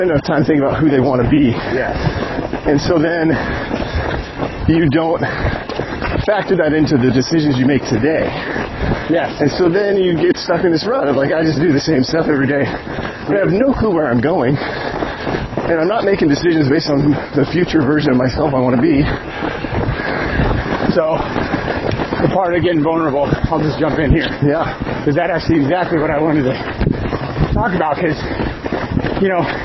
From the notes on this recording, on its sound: This episode was recorded during a half marathon